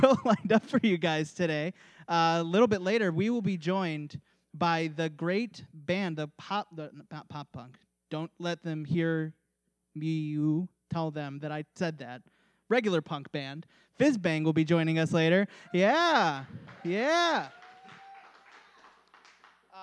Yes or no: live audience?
yes